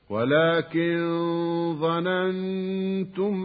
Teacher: نون ساكنة قبل الظاء يسمى إخفاء حقيقيا